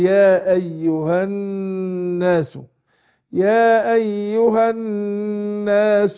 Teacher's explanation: الناس نون مشددة تاخد غنة حركتين